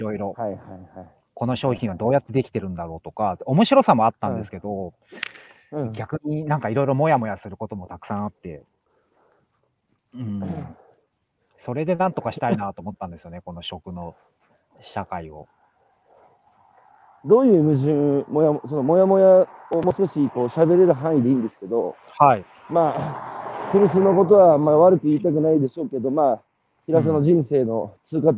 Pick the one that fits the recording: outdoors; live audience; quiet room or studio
outdoors